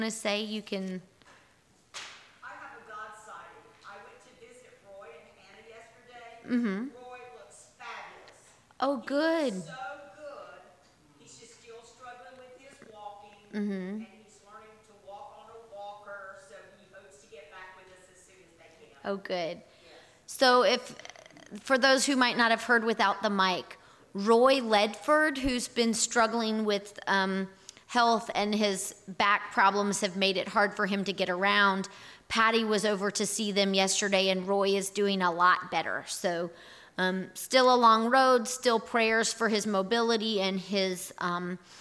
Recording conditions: large echoing room